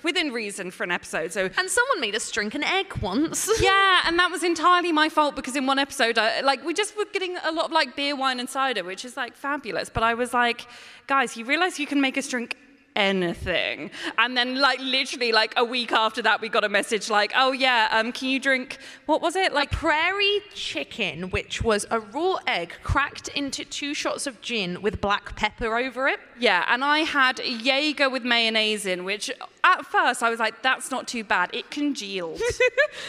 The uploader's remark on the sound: LIVE FROM LEAKYCON! Including the Leakycon staff who LET US DO IT LIVE AT LEAKYCON!